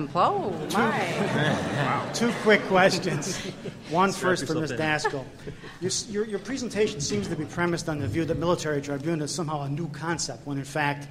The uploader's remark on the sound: The Federalist Society's Criminal Law Practice Group presented this panel discussion at the 2006 Annual National Lawyers Convention on November 16, 2006.